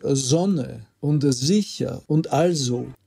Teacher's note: das stimmhafte S im Anlaut vor Vokal. Also die österreichische Standardsprache würde einfach sagen Sonne und also.